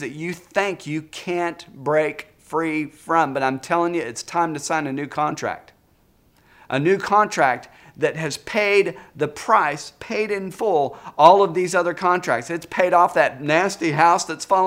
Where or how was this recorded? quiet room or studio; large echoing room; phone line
large echoing room